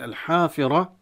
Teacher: الحافرة الألف طبيعي من الطبيعي حركتين، والراء تفخم لأنها مفتوحة. ولا ننسى عند الوقف أن نقلب التاء هاء.